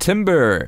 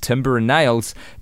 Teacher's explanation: the word timber, when it's said on its own, has no R sound at the end, but the phrase timber and nails does use an R sound in the middle